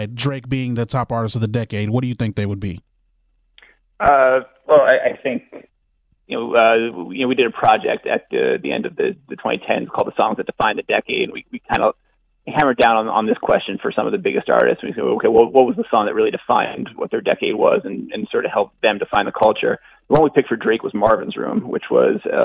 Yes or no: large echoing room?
no